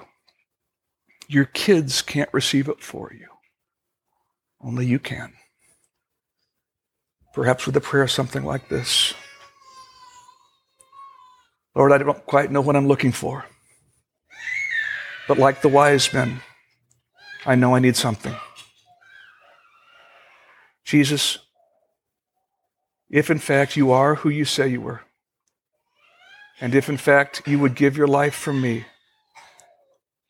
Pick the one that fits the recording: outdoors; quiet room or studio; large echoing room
large echoing room